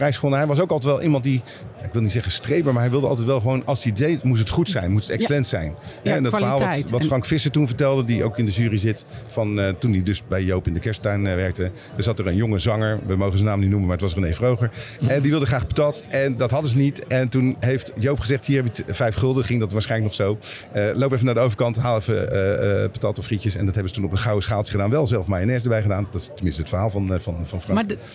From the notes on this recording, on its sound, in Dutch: Deze aflevering van de Stamtafel - Dé podcast over gastvrijheid - is opgenomen te midden van de Horecava. Met dank aan SVH voor een plekje op hun Horecava stand.